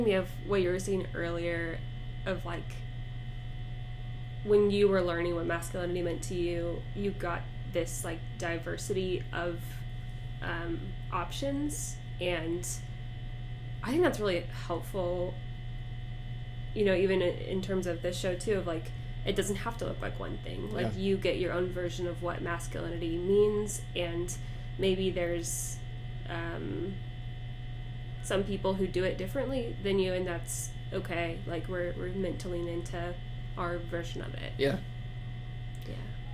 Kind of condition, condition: fault, hum or buzz